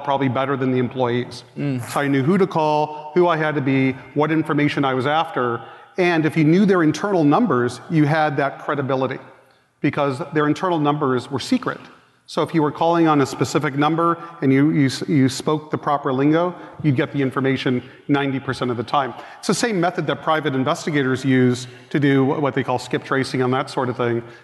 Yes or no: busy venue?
yes